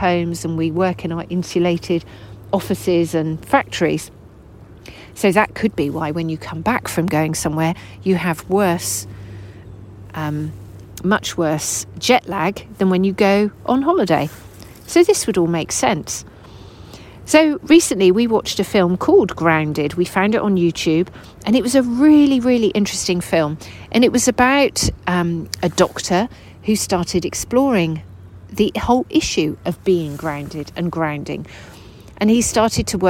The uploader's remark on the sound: Recorded whilst laying on the ground under the trees at Westonbirt.